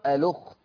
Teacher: فيقرأ بنقل الهمزة حركة الهمزة ويوديها لللام فتبقى اللام مضمومة · Term: النقل